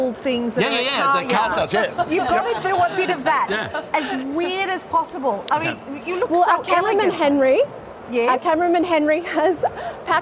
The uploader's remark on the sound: live from the Golden Globes in LA